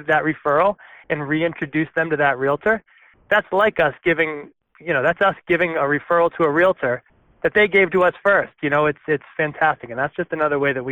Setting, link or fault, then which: link, phone line